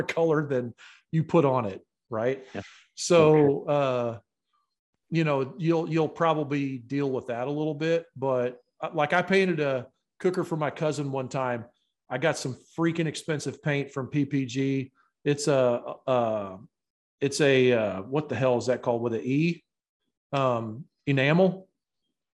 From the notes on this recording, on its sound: This podcast episode was taken from a Live Q&A Zoom call we did a while back.